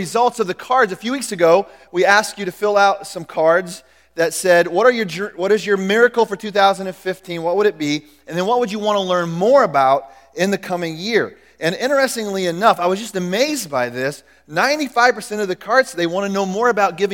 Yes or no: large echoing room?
yes